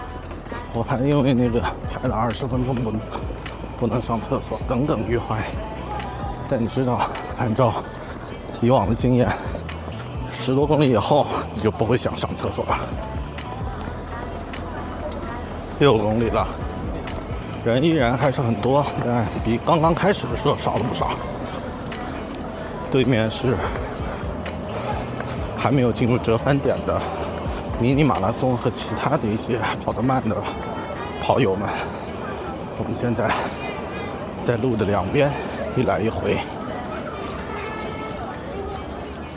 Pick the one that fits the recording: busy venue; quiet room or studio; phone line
busy venue